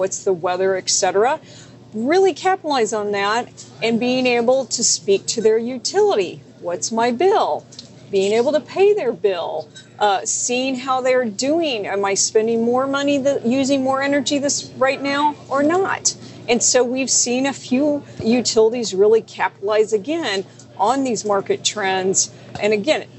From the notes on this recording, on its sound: live from DistribuTECH 2020 in San Antonio